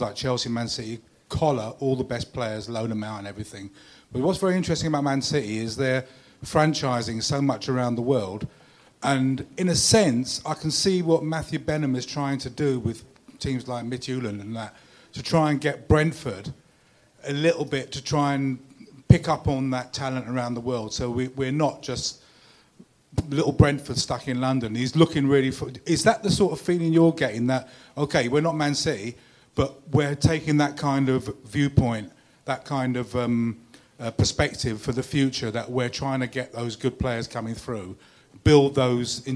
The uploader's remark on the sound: at the Beesotted December Bees-Up In Fullers' Brewery